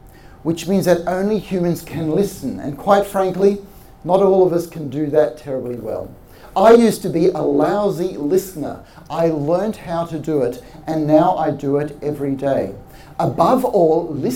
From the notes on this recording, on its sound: This episode is the recording of a live talk we did in 2019.